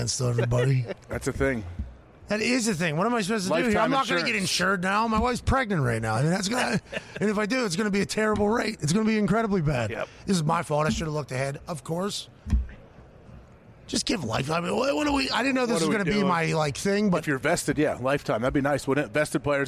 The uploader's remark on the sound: LIVE from radio row in BEAUTIFUL Phoenix, Arizona kicking off Super Bowl week in tremendous fashion. Swung by the stage.